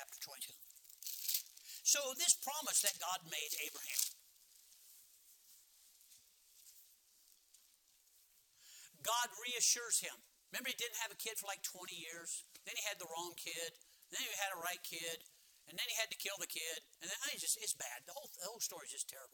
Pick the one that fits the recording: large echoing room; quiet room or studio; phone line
large echoing room